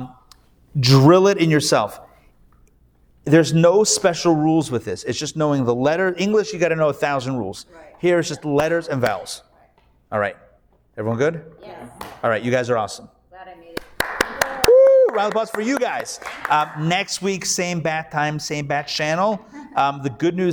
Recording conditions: live audience